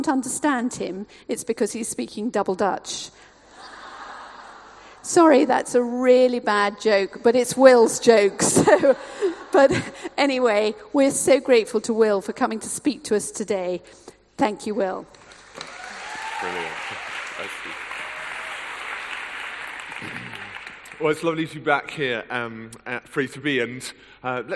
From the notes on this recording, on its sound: recorded at the HTB Free to Be Conference 2013